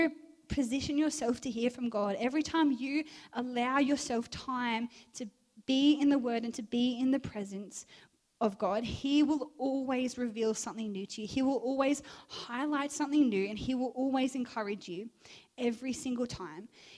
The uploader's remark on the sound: Recorded live at One Youth (One Heart Church, Port Lincoln) on the 18th of June, 2023.